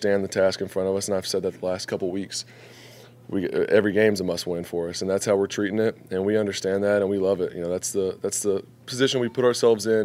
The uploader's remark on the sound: Postgame Press Conference